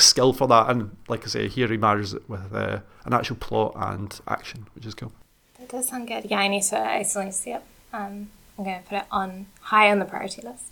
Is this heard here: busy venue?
no